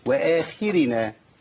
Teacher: طب ما الخاء مفخمة لكنها مكسورة، وآخرنا والراء مرققة لأنها مكسورة. يبقى أتعامل معها مع الخاء بأدنى مراتب التفخيم، وآخي والراء عندي مرققة طبيعي، وآخرنا مع ترقيق الخاء الراء ووضع أو اعطاء الخاء المرتبه الدنيا منها، وهي ادنى مراتب الايه؟